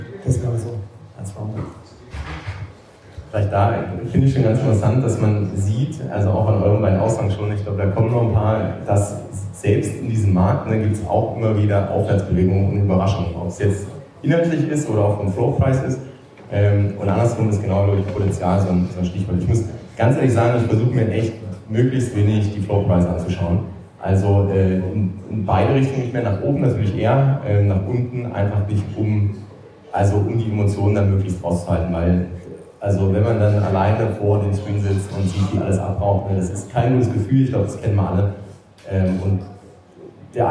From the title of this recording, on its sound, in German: Live Event aus Stuttgart